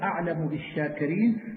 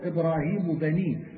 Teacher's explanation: عنه الميم من قبل بائها على إثر تحريك فتخفى تنزلا، أي والميم تسكن عند الباء إذا تحرك ما قبلها فتخفى بغنة · Shown in: first take · نحو أعلم بالشاكرين، فإن سكن ما قبلها أظهرت نحو إبراهيم بنيه.